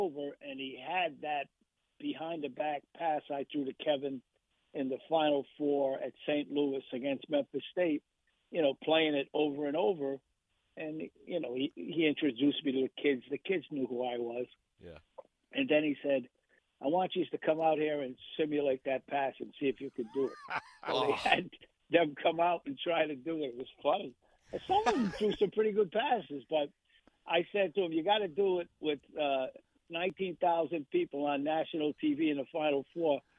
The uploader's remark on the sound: calls in Live